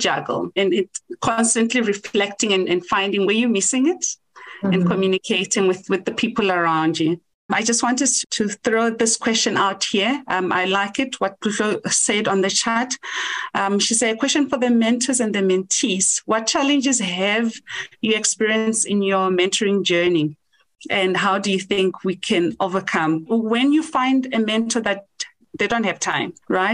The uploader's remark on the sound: Woman in Mining Webinar Series 1